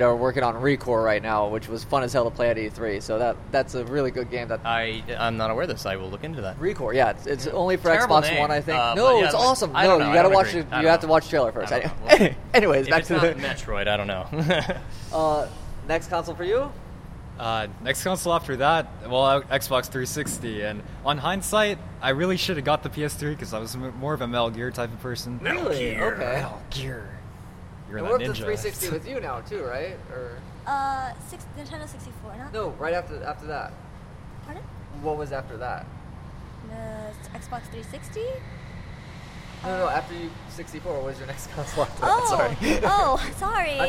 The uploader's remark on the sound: It was recorded a couple weeks back during Anime Expo on Sunday.